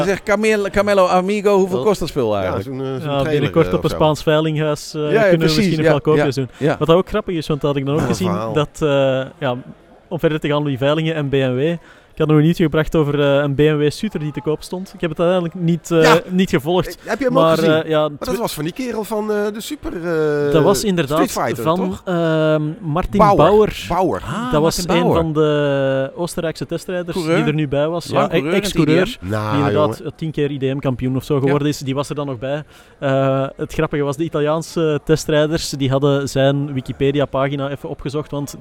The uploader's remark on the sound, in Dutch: Live vanaf de ChromeBurner Start Your Season-dag in Nieuwkuijk